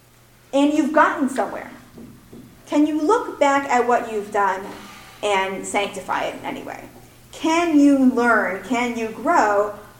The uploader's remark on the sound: Recorded at the 2017 Executive Seminar.